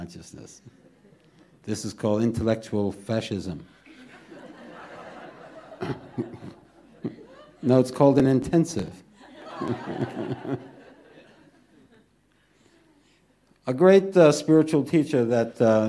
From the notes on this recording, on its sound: This podcast was recorded live at The Ashram in Mount Eliza.